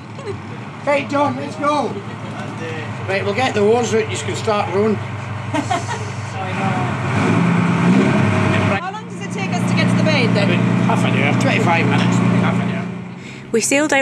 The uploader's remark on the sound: The team sailed out into Loch Ryan. Joined the team on the boat to talk to us.